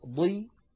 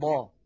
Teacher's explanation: ضي هي أقل من ضا ولكنها مفخمة، لا تخرج عن كونها مفخمة · Term: التفخيم